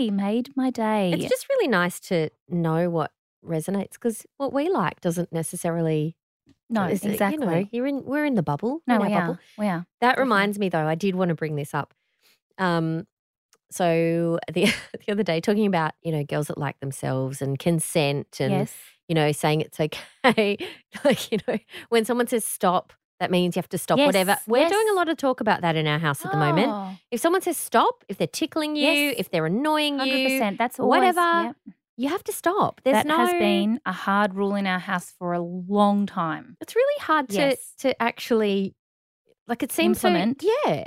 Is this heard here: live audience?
no